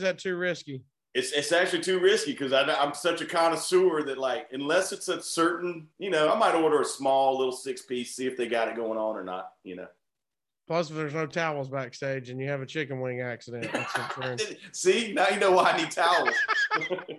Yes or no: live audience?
no